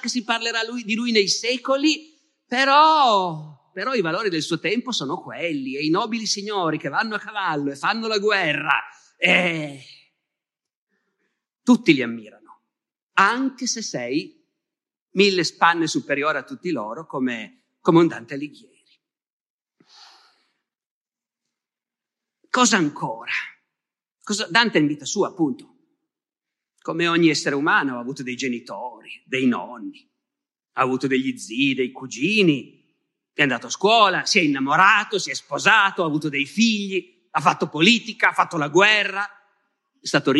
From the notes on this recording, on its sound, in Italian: Rinascimento Culturale, Chiari 2022. Registrato a Chiari (BS) durante la nona edizione del Festival Rinascimento Culturale.